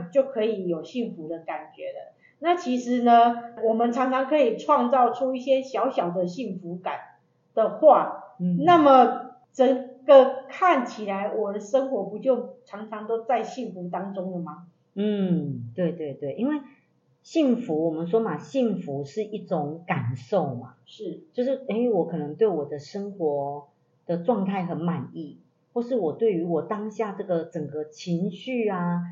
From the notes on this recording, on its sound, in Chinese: 因錄音設備問題，造成錄音品質受到影響出現雜音及干擾，還請大家見諒。